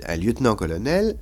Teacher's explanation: colonel accent sur nel, mais vous ne dites pas un lieutenant-colonel, vous dites un lieutenant-colonel, et l'accent qui était sur nan a disparu · Term: la désaccentuation